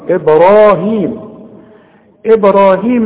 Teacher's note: إبراهيم أنت عارف إن احنا بنقلقل الباء والراء مفخمة